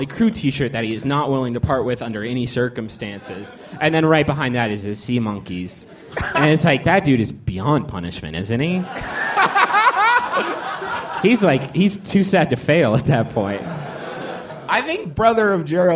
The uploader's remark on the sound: Live, from MaxFunCon.